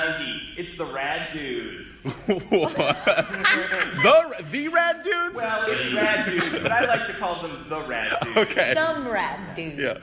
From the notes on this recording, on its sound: Recorded live at a lovely library several blocks away from San Diego Comic-Con 2016! The show was recorded with TWO different audio devices for ONE audience member.